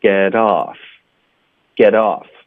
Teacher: get 跟 off 我们要连读，浊化这个 t 的音